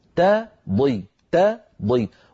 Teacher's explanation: تضل لابد من ترقيق التاء وتفخيم الضاد